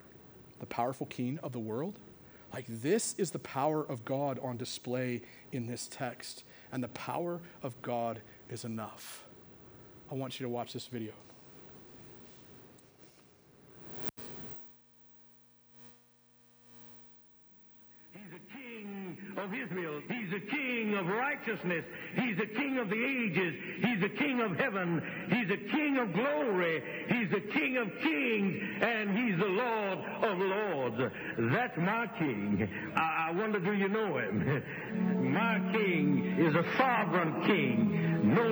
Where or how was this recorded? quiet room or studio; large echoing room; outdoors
large echoing room